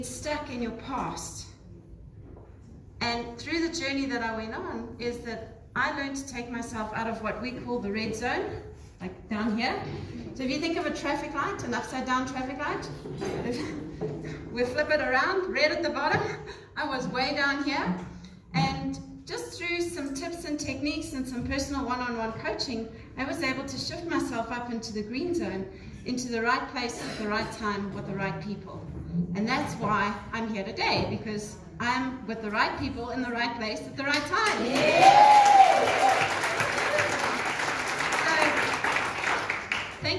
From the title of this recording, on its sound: Live From Global Woman's Club.